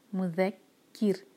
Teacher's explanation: ذال ہے، یہاں پہ زا کی آواز نہیں آنی چاہیے، مذکر. اور یہ جو آخر میں را ہے اس کو ہم ساکن کریں گے، تو اس کو بھی باریک کرنا ہوگا کیونکہ کیف کے نیچے جو ہے کسرہ ہے.